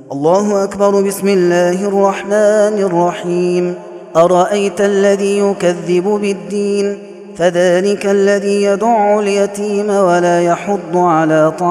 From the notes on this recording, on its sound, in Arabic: هذا التسجيل من صلاة التراويح.